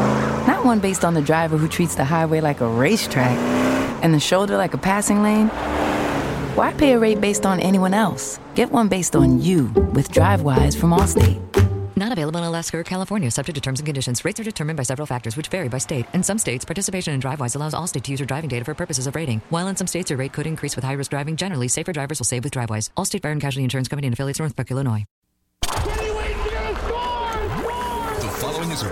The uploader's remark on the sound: live at The Cooler